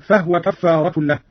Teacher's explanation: قرأ قالون بإسكان الهاء هكذا